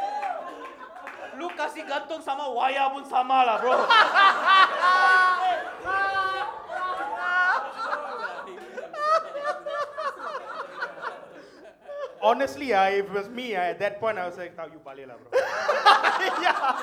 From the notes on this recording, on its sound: For the first time ever in Malaysia, it's the live show of The Macha Men!